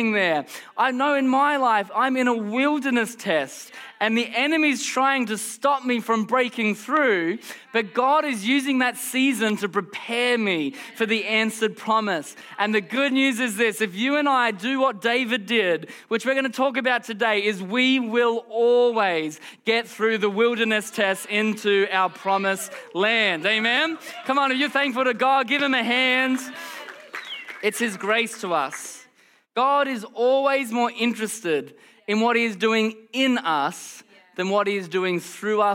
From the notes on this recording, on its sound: Recorded during our Melbourne East service on Sunday, the 24th of September 2023.